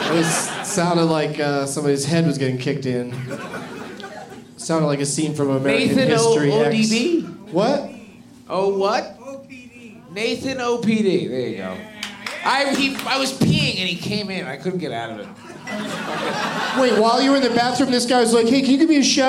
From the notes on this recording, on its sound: Live from Comedy Works in Denver